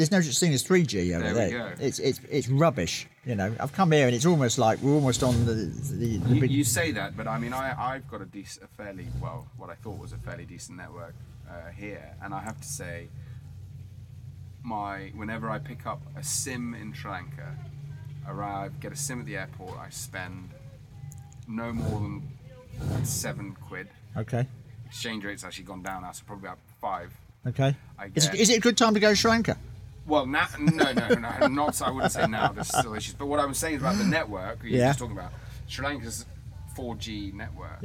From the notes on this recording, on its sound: Recorded at the the first tuk tuk gathering. Recorded at the the first tuk tuk gathering.